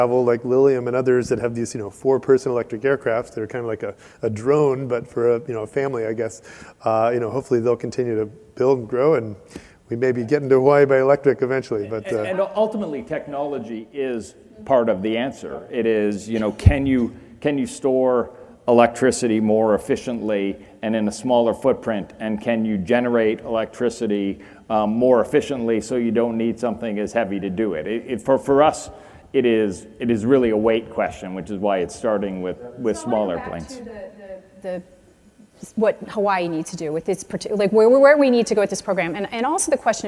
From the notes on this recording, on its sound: The best of live interviews from GreenBiz events.